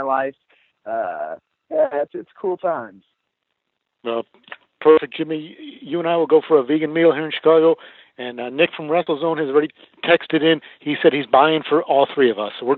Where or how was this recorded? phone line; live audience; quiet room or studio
phone line